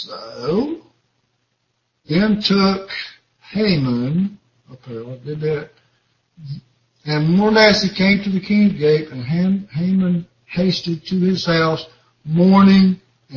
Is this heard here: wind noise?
no